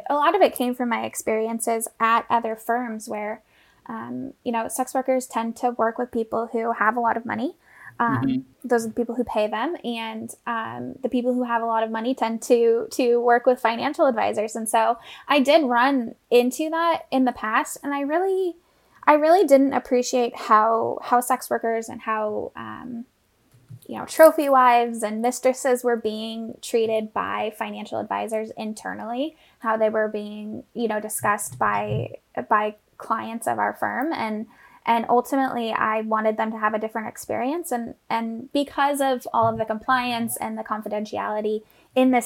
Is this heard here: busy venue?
no